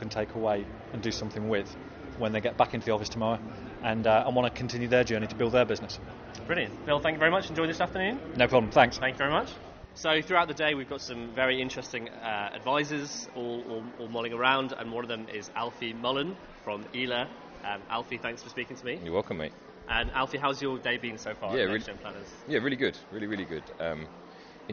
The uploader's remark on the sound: Inside the NextGen conference 2019. Does the rounds at the NextGen Planners Conference in Manchester.